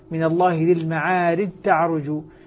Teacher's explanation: فهنا الجيم أدغمت في التاء، وطبعا إدغام كامل أصبحت تاء مشددة